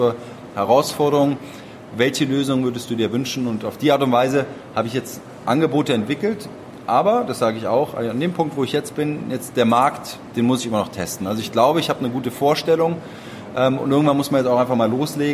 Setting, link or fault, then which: setting, live audience